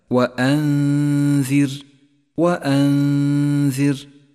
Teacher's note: المثال التالي عند قوله تعالى وأنذر، وأنذر كلمة مرققة بكامل حروفها، وانتبه بشكل خاص إلى ترقيق حرف الراء الذي جاء ساكنا مكسورا ما قبله، وإياك من تفخيمه، أي هكذا وأنذر، وأنذر.